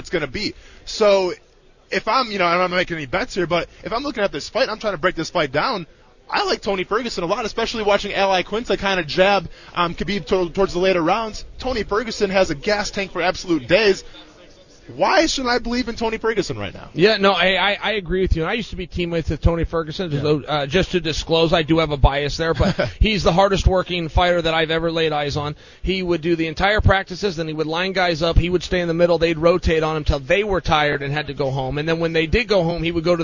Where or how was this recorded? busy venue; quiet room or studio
busy venue